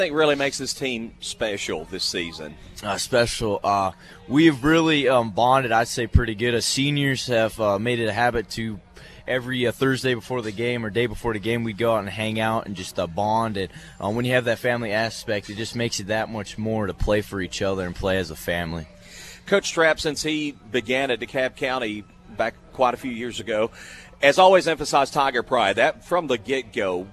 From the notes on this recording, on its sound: Live from Chick-fil-A, Interstate Drive in Cookeville….come grab breakfast Saturday morning and join us for high school football talk.